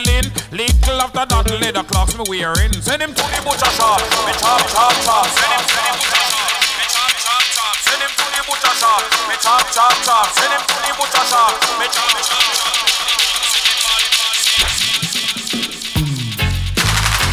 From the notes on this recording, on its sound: Last weekend we through our first Party and we recorded and broadcasted all of our sets live from Swerve Presents Bon Voyage.